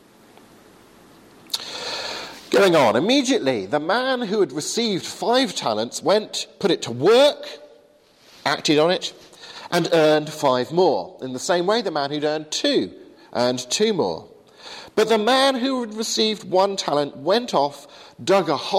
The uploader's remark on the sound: Delivered to the 8am service at Highfield Church Southampton.